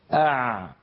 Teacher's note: كيف أن لسان المزمار يعود إلى الخلف لما ننطق العين